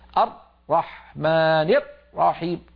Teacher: لما ينطق الراء يقفل مخرجها جدا ويقطع الصوت. فهذه سماها إمامنا الجزري حصرمة الراءات، مشتقة من الحصر يعني من تضييق المخرج زيادة عن المطلوب.